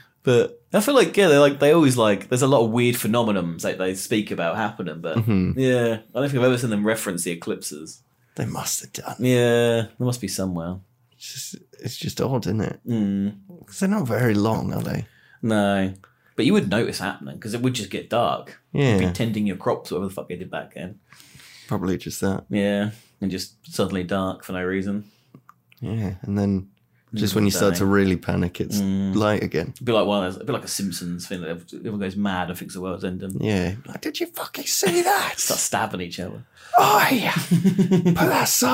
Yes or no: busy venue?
no